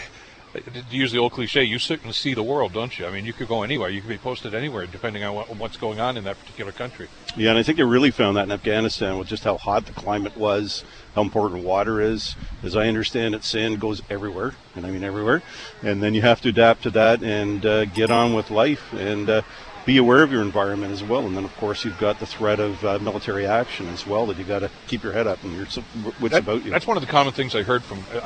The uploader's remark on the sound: Live from Gore Park. Held a live broadcast from Veteran's Place, in downtown Hamilton, Ontario.